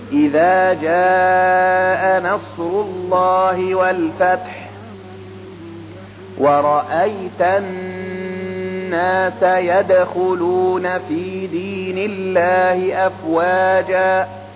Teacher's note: كأن القارئ يخرج صوتا مع النون، وهذا الصوت من الخيشوم. هذا الصوت يسمونه الغنة، يسمونه الغنة، ومقداره كما قلت حركتين.